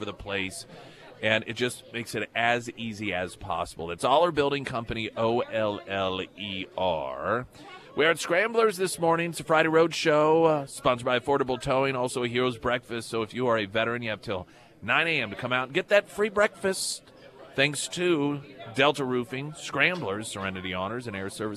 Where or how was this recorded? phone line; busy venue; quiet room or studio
busy venue